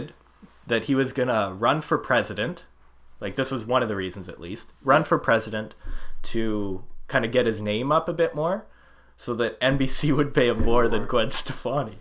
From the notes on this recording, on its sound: We only had a single mic recoring the whole time...